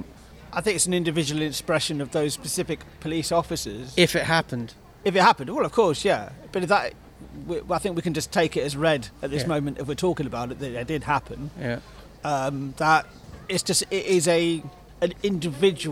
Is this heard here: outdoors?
yes